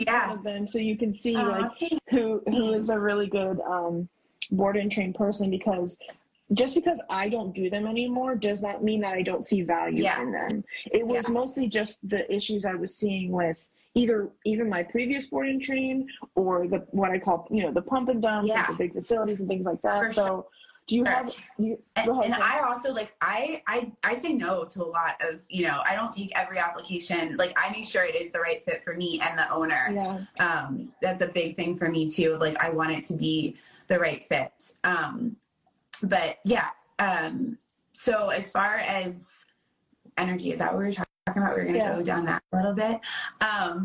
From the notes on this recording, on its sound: Live on IG.